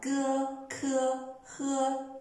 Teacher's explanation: 哥、科、呵这三个则是用舌根发音